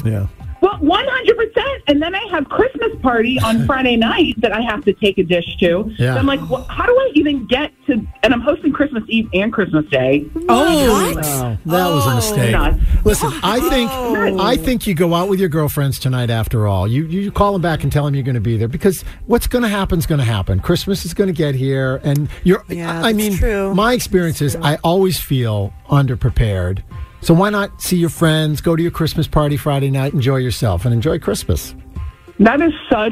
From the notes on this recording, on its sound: She called